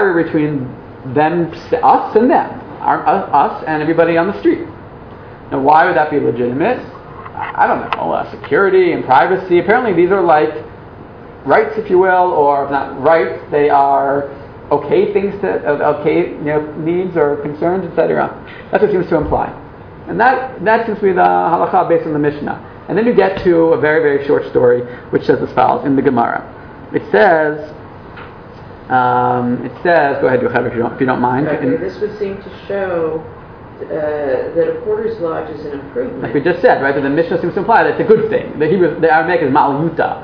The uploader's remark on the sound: This audio was originally recorded on 11/29/2012 as part of Drisha's open night of learning for Hurricane Sandy Relief.